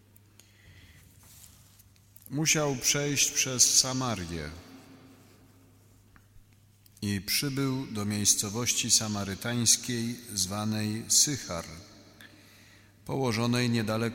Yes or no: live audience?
yes